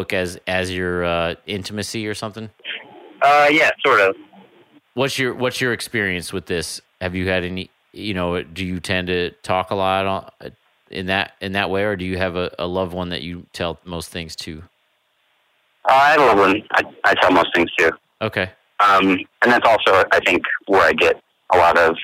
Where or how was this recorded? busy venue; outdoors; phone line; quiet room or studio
phone line